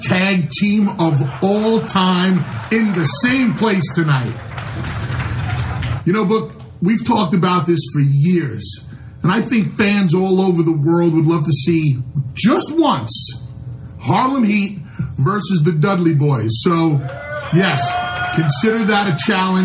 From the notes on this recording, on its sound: recorded at the Houston Improv